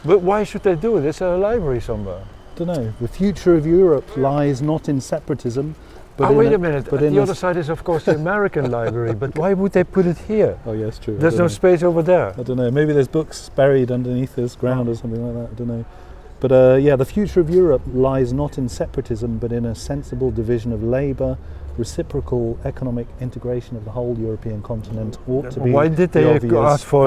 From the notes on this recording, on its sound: Continue their historical walking tour through Kreuzberg. Outside Broadcast.